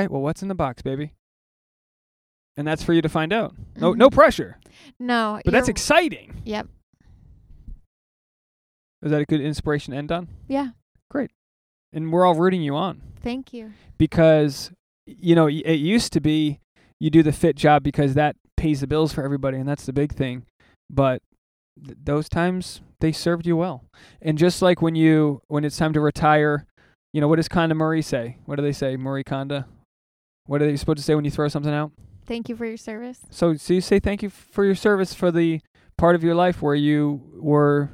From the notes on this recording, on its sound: a carcast episode